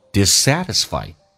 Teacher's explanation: dissatisfied 它的重音在中间，所以降调、升调再加降调的形式叫做 dissatisfied